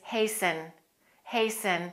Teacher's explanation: that T is usually silent. Most Americans don't pronounce the T.